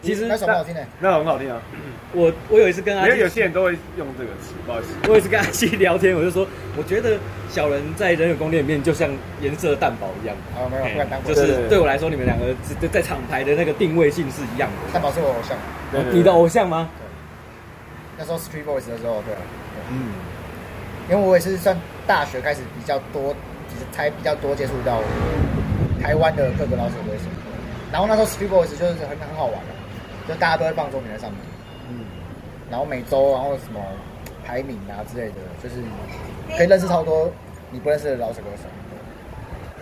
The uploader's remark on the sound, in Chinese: 錄音地點：台南 牽咖啡